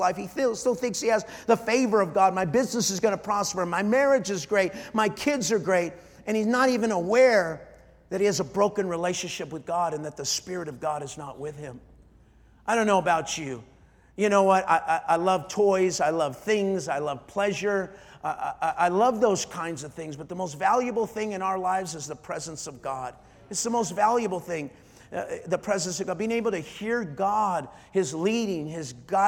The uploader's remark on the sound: Night 4 | Life Church Conference.